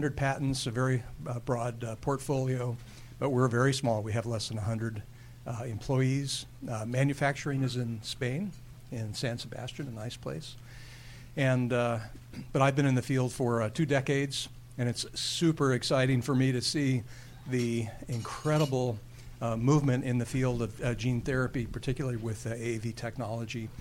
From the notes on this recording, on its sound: recorded at the 7th annual Chief Medical Officer Summit